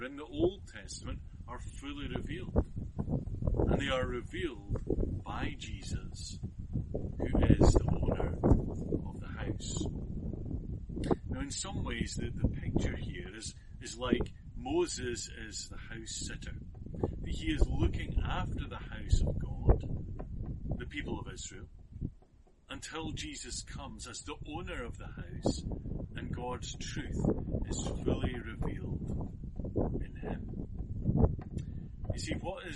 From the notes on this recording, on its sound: this sermon was recorded outside and suffers from some wind noise.